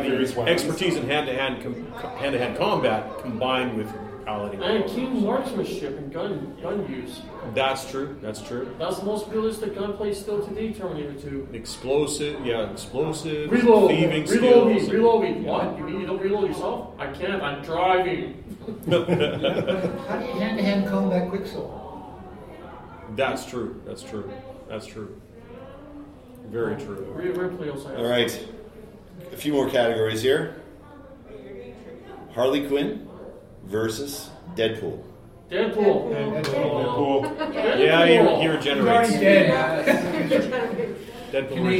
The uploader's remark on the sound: Episode 380 – Live from Keycon 2022